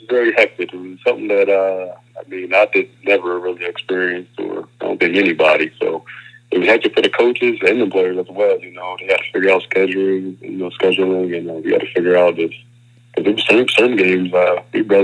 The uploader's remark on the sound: hop on the phone